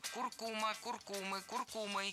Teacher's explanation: Название этой пряности и растения имеет ударение на втором слоге – куркума. И при склонении это ударение не меняем.